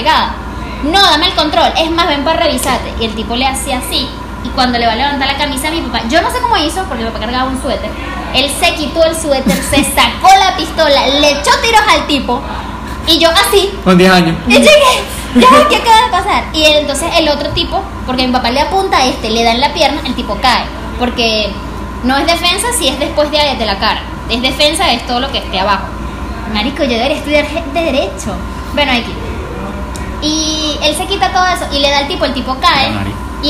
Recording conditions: sounds in the background